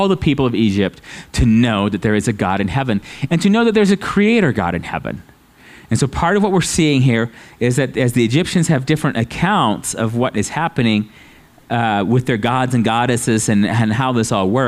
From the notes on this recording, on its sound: at Living Water Fellowship Denver's Sunday morning service on July 10th 2022